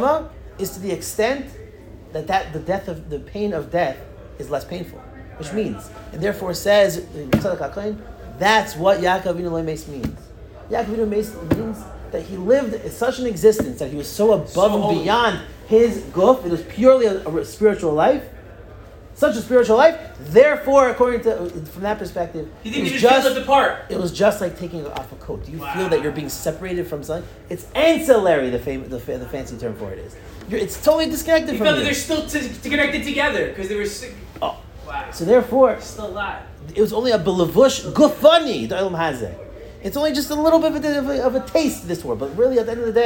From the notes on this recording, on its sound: Delivered to the avreichim in Kollel Nefesh HaChaim Yerushalayim